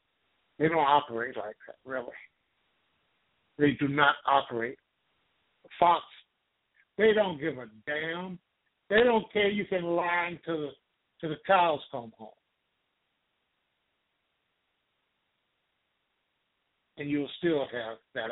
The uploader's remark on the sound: LIVE and call-in broadcast